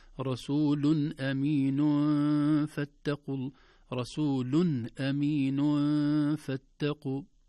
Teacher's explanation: رسول ظهرت النون، أمين فاتقوا، النون أصبحت مخفاة وليست ظاهرة